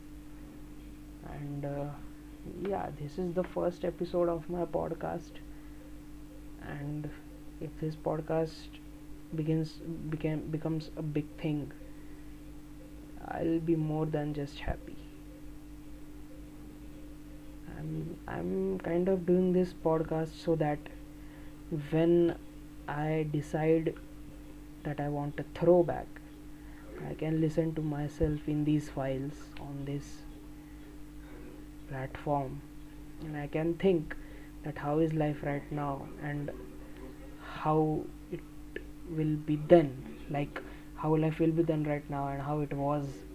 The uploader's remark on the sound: Sorry for the miserable extra background audios.